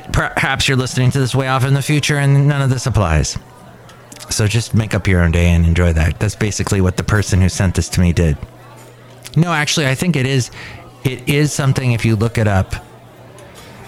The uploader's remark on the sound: podcasts live from Café Anyway